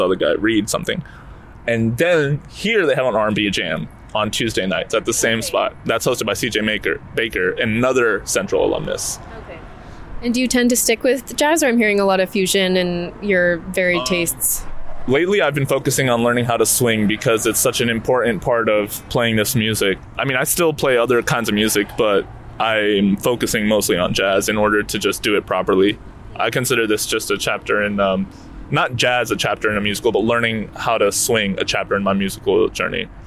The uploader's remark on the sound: Wednesday jazz jam at Hayti Collective Kitchen and Cocktails. This episode features a live recording of the jazz jam on March 1.